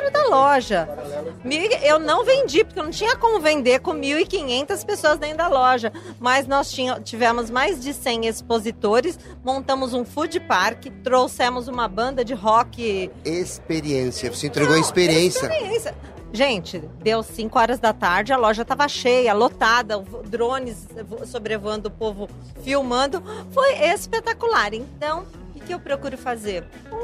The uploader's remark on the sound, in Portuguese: foi gravado diretamente do 30° Congresso Expo Fenabrave, no estande da Auto Arremate® e Linx